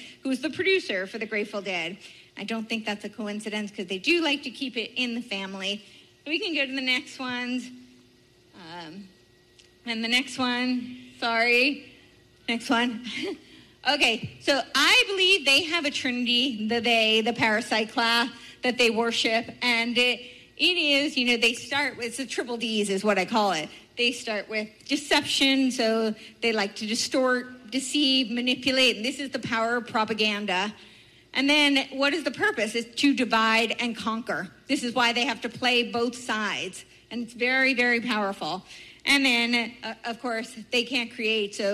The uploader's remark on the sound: Speaks At Fall Freedom Fest